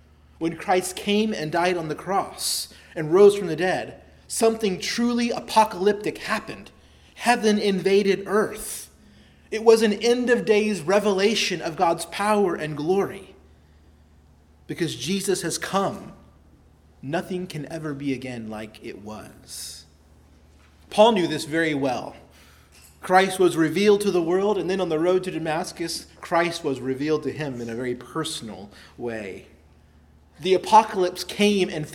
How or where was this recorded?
large echoing room